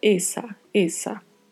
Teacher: A diferença será a pronúncia das vogais, a vogal E fechada e A aberta